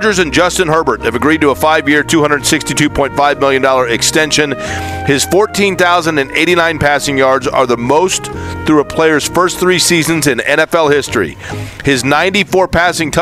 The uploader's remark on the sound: LIVE AT COLTS CAMP!